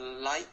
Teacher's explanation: we don't really use the tip of the tongue to touch the alveolar ridge